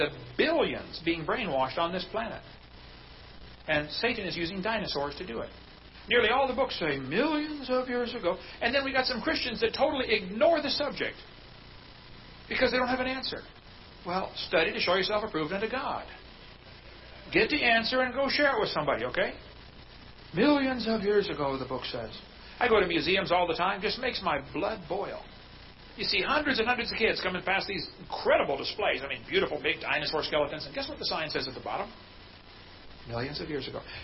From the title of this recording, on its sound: Ketha Heights Baptist Church ~ Live Broadcast